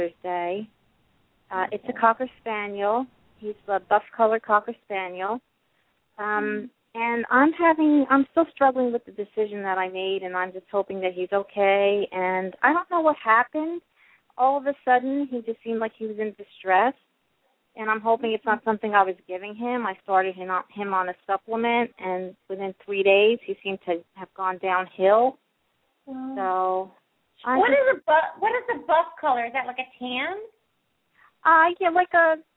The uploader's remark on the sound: open up the lines for listeners to call